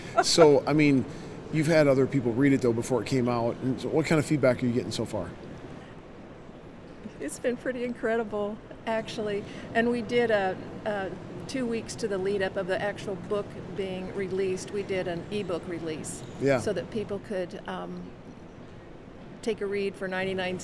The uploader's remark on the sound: LIVE from CPE 2022!